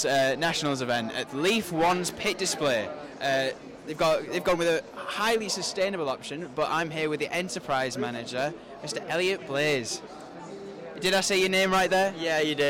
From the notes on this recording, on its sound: recorded directly from the Lenovo F1 in Schools UK National Final 2022 at Autosport International